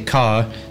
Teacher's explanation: they don't pronounce the R at the end of syllables